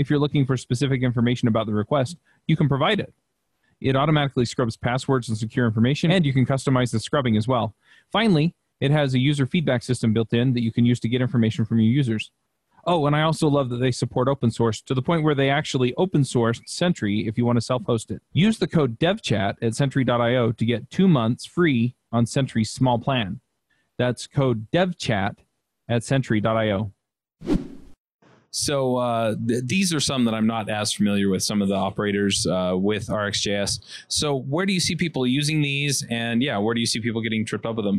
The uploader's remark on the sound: Still at RxJS Live. Interviewing speakers at RxJS Live.